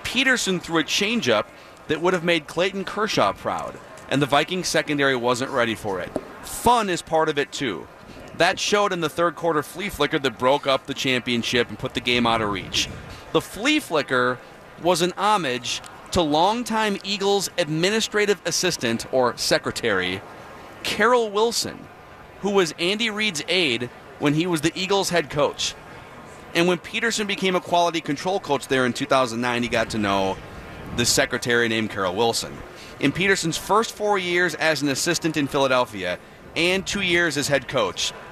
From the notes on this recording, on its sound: live from Radio Row